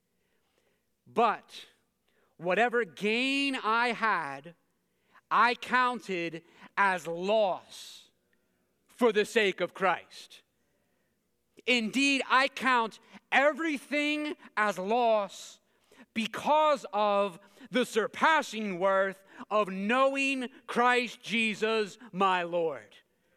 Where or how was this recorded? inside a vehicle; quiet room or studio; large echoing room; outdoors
large echoing room